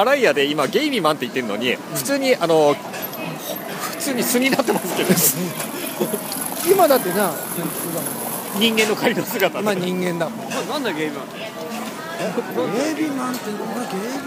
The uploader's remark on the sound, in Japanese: 本日の放送は、敵情視察も兼ねて仙台の繁華街にて収録です。